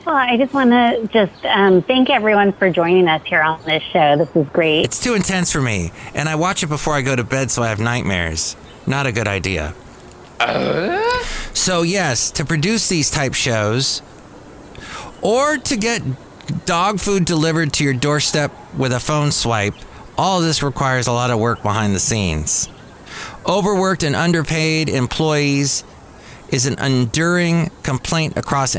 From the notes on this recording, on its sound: podcasts live from Café Anyway